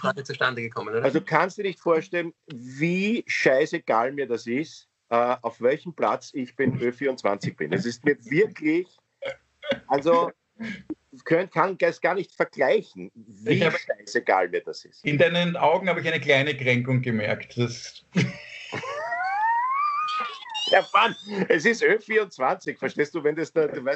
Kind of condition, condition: link, video call